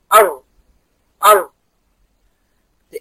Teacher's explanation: لازم لما أجي أنطق الراء يحصل ارتعادة لرأس اللسان، ارتعادة واحدة · أر أر، لو جربتي تحطي تقولي الأر كده أر، هتلاقي لسانك ارتعد، هتحسي بالارتعاد